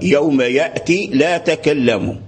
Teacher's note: حذفت لأن يعني اكتفوا بالكسرة، بكسرة التاء، فاكتفوا بها. يعني القراء الذين قرأوا يوم يأتي لا تكلموا، لم يلفظوا بالياء